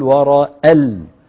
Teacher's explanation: التقى ساكنان، الألف من رأى واللام من المجرمون، فسقطت الألف من رأى، نقول ورأى ال ننتقل من همزة رأى إلى اللام على طول. · Term: التقاء الساكنين